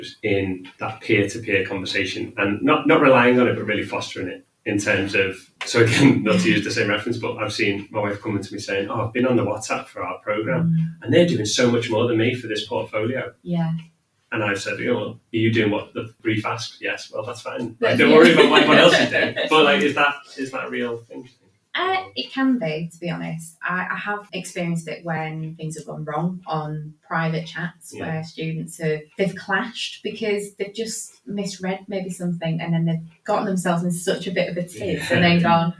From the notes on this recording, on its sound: We're aware the audio isn't ideal